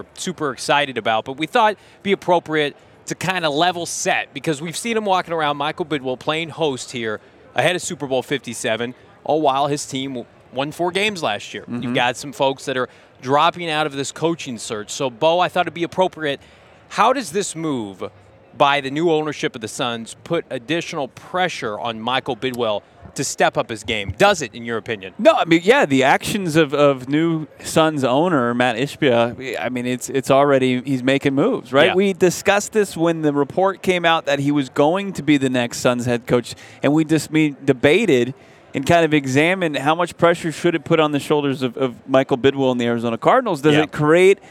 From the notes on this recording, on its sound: LIVE from Radio Row